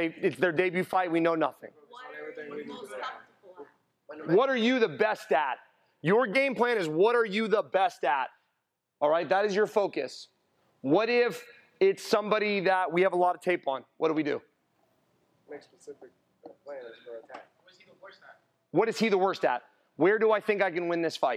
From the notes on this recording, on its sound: We listen to an excerpt recorded from a live workshop. Discusses with a roomful of amateur and professional fighters.